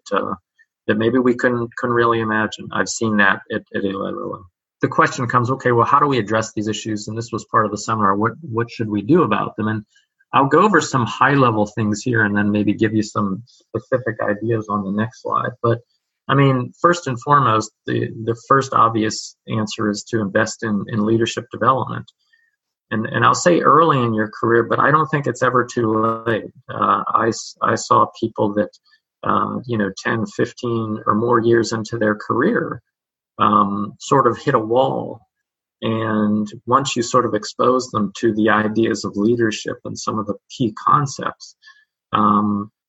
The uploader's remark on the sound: Webinar recording